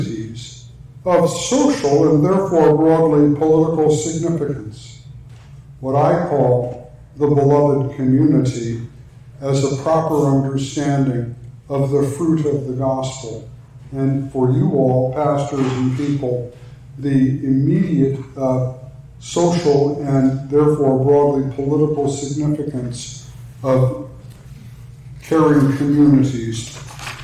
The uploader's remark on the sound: talk for the NALC Atlantic Mission Region's theological conference